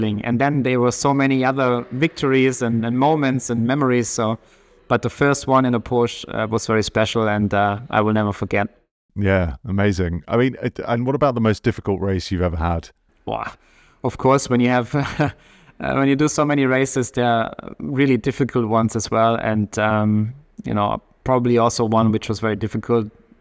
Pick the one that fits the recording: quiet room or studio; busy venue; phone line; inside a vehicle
busy venue